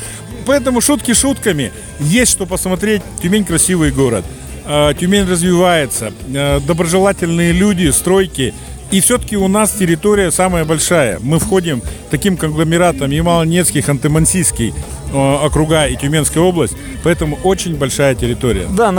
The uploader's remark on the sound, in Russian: Записано в полевых условиях в городе Тобольск в конце января 2023 года.